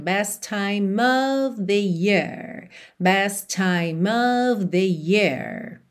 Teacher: Com time, você liga tudo num T só